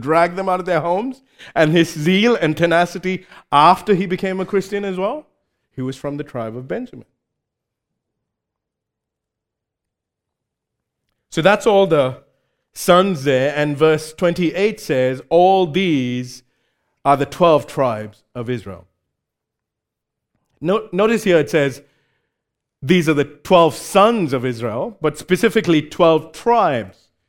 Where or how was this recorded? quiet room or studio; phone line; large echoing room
large echoing room